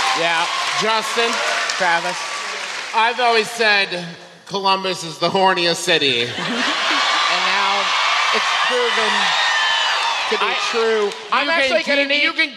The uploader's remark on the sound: our live show in gorgeous Columbus, Ohio from our most recent tour